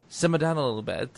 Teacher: at the end of all of his sentences, he always adds like an extra syllable